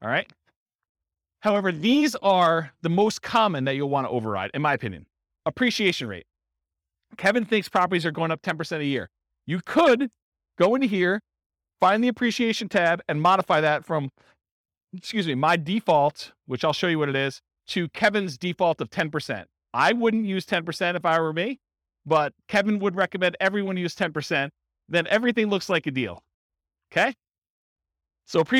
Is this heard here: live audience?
yes